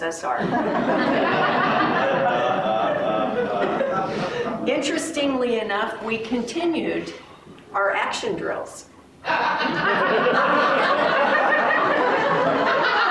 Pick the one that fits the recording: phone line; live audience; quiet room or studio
live audience